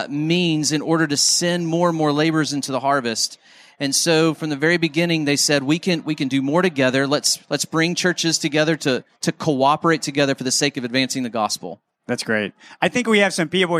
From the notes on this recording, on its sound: Live From Conference: International Mission Board.